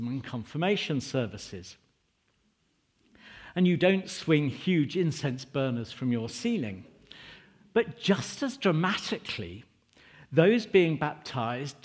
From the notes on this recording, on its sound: Recording from St George's and St Giles 10.30 service 29 October.